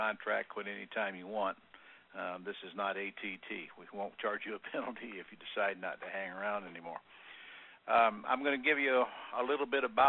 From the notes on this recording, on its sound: Q&A Call